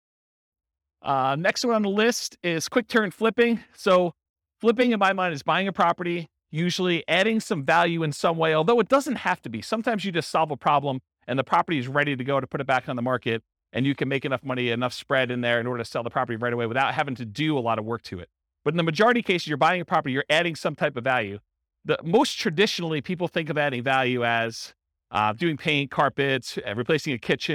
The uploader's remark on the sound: This was a live class recorded. Roanoke, Virginia. Live in-person version.